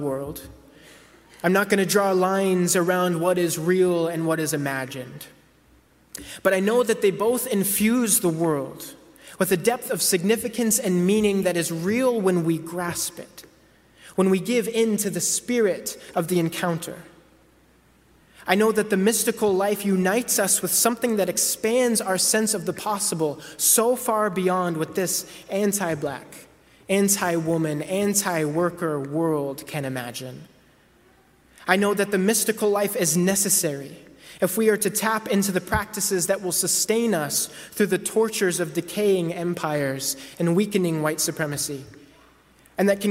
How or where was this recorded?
large echoing room